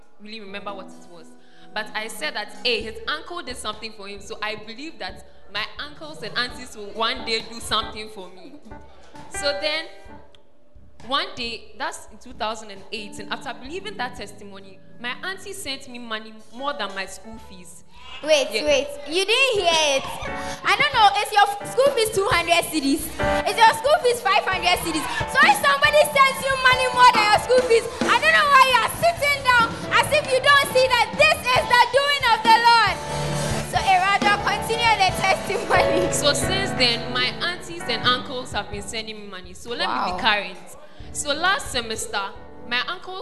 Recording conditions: large echoing room